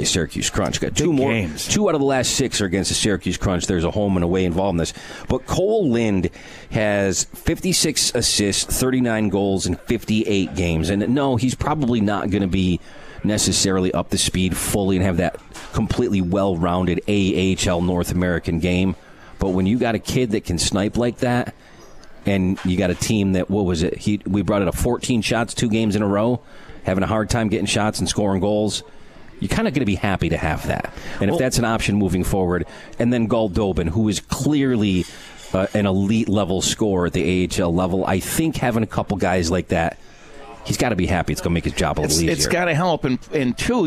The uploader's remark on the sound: Live from Swifty’s for Comets Insider